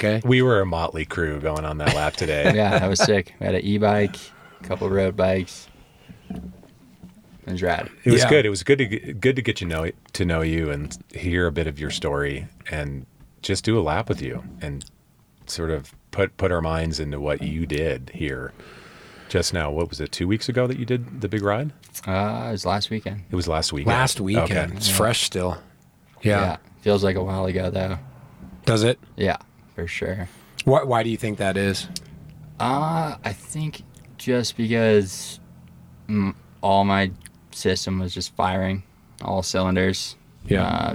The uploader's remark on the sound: Recorded on Donner Summit at the site of the event. Interview recording on old Highway 40 on Donner Summit.